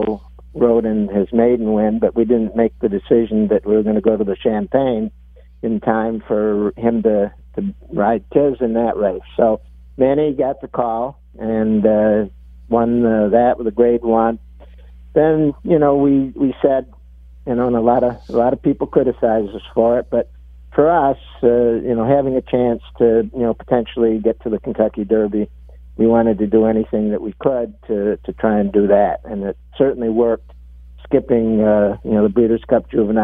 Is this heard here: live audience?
no